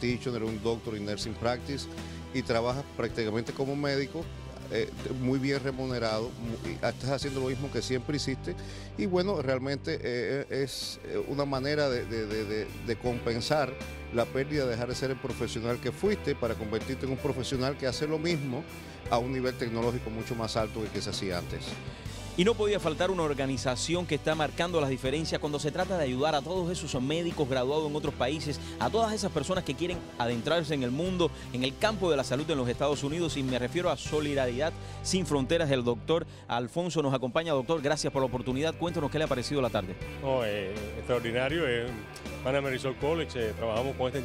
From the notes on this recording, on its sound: ON THE STREET.